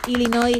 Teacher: sin pronunciar la S final